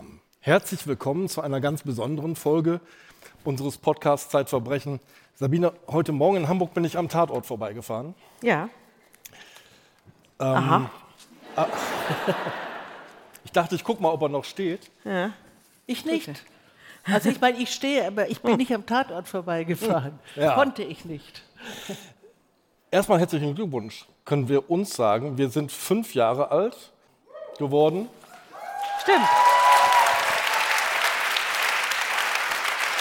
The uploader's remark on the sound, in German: Ein Live-Mitschnitt vom Podcast-Festival. April 2023 in Berlin.